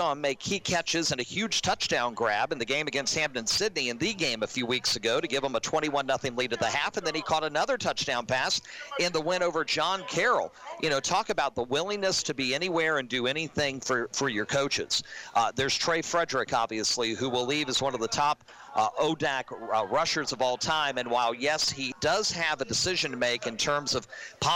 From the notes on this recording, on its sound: Live from SportsPage Grille in Ashland. As heard LIVE on 102.9 The Mater and online on the TuneIn Radio app on "Radiall"!